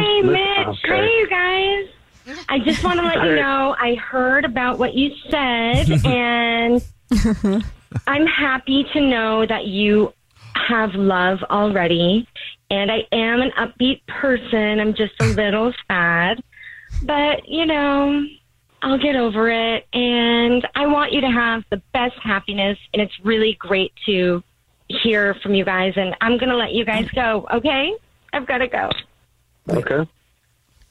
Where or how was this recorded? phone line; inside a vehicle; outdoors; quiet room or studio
phone line